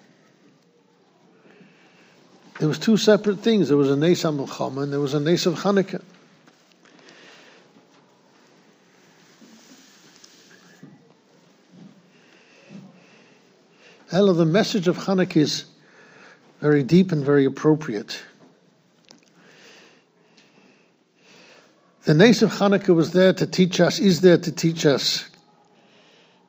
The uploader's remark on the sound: Shiur recorded in Yeshivas Ohr Reuven, Monsey, NY.